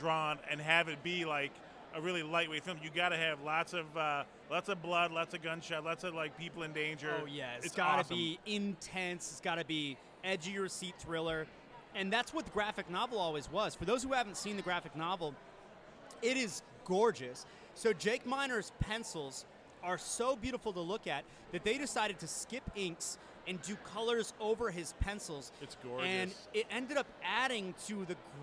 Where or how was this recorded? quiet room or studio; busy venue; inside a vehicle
busy venue